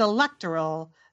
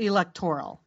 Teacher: the accent is on the second syllable, not the third. · Shown in: first take